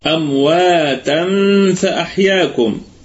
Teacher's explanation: أما في الوصل فتنوين أتى بعده حرف الفاء، فهنا حكمه إخفاء حقيقيا بغنة، إخفاء حقيقيا بغنة.